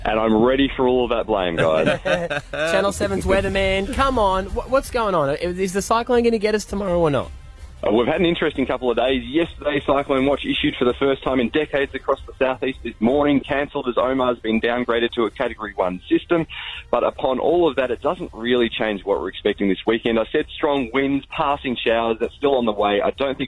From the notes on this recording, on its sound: called in with some exciting news